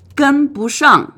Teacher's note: As is normal, when 不 comes before another fourth tone word, it changes to a second tone, so it's 不上. Thus, the sequence of tones for this phrase is first tone, second tone, fourth tone